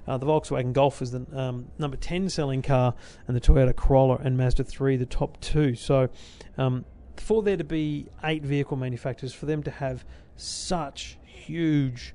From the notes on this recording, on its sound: My Show Floor Preview Of CES. Your Tech Life LIVE from CES 2015.